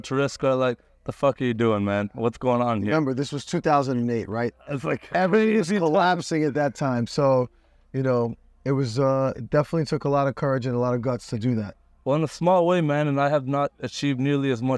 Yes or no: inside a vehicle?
yes